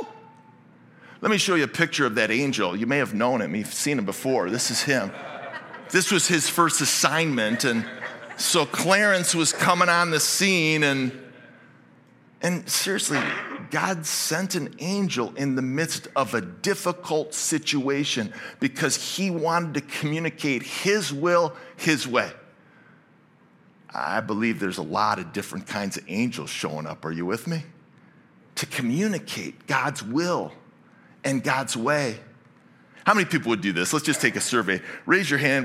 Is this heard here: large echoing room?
yes